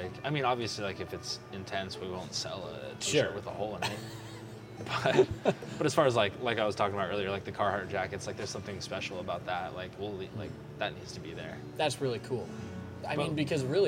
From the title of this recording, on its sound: Recorded on 2-25-2020 at The Public House